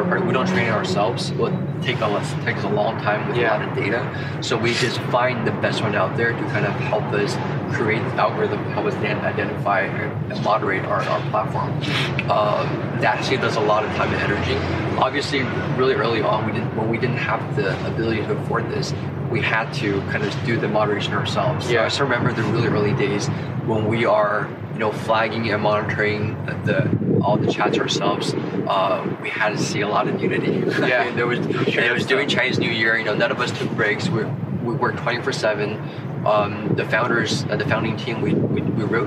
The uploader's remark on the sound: This was recorded outdoors!!